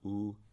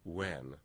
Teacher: it's a difference of how close together the lips come, but also the very short duration and the smooth flow into the next vowel. So I think we can have stronger versions of the W sound, if you will.